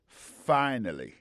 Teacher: Accent tombé sur premier syllabe là.